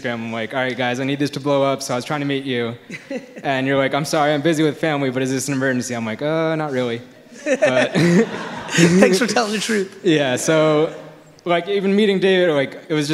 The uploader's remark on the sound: Keynote at Slimebash Event